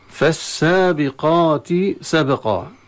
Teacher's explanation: سبق مثل سبحة، باء ساكنة في الوسط، نأتي بصوت اضطراب في المخرج، صوت القلقلة · Term: القلقلة الصغرى